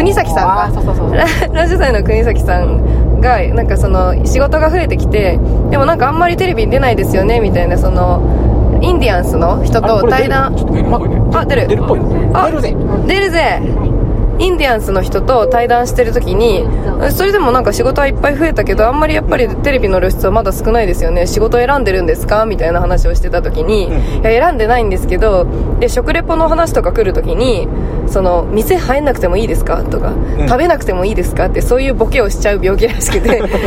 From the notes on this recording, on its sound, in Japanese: 熱海行きの車の中。熱海でのワンマン『あ〜た〜みvol.1』に向かう車中で録った番外編！！